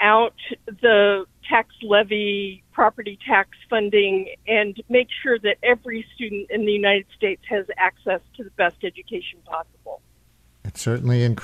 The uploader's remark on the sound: Listeners call in to share their views on education.